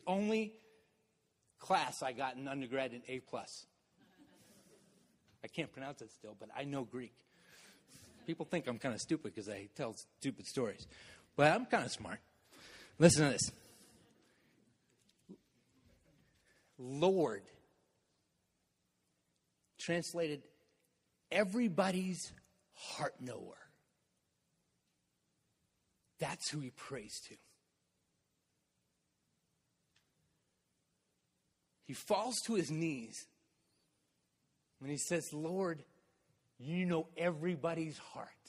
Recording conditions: large echoing room